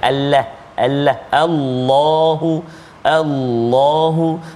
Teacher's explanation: menyempurnakan huruf lam betul kadang-kadang di permulaan itu kita bertemu dengan lam yang terletak pada kalimah Allah kita panggil lafzul jalalah maka kat situ kita kena tebalah sebut